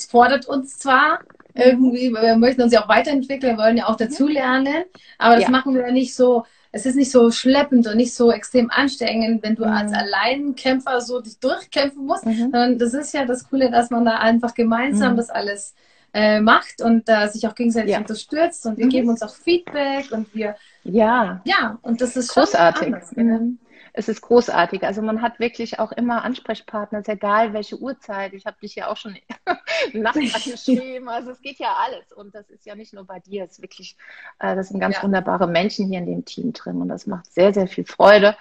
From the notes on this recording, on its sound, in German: heute teile ich mit dir ein wundervolles Live auf Instagram